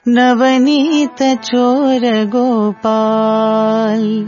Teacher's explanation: times when we sing gopal, the l we miss to clearly pronounce.